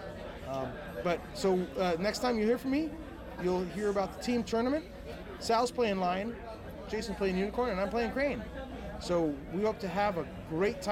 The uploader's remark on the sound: GenCon 2019 - FFG Inflight Report. The sound quality may vary based on noise levels.